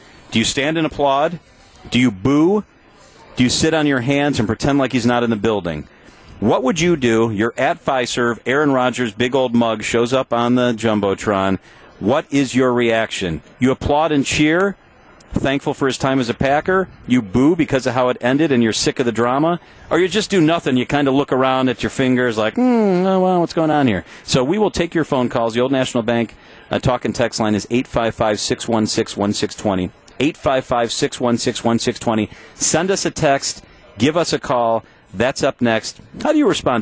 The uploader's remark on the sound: Live From MECCA Sports Bar & Grill